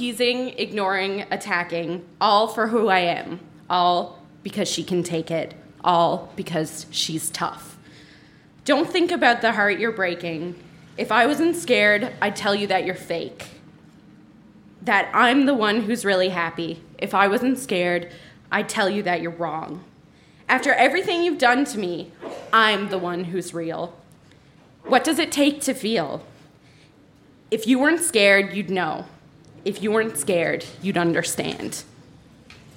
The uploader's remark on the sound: Recorded live at The Rocket Room in St. John's, NL.